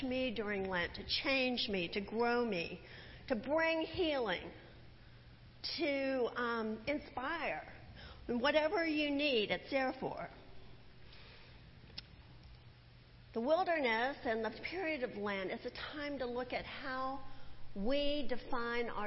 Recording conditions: large echoing room